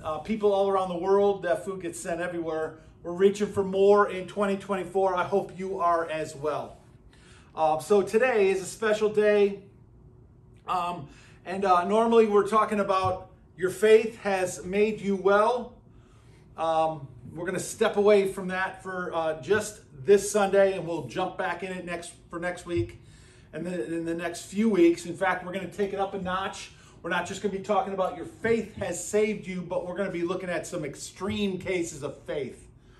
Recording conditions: large echoing room